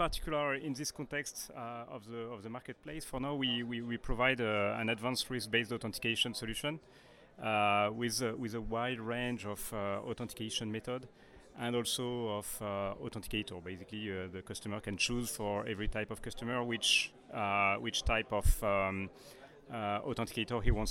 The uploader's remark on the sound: This episode was recorded during the Paris Fintech Forum 2019